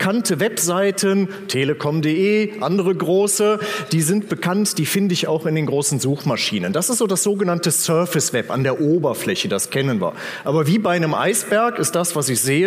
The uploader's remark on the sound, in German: auf dem Magenta Security Kongress 2018